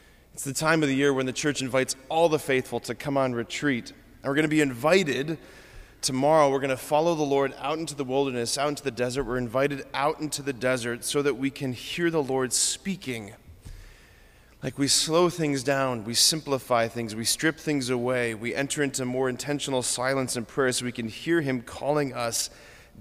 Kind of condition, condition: setting, large echoing room